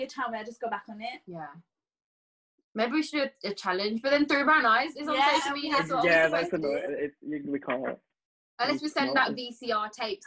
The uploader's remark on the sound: We’re back to the zoom calls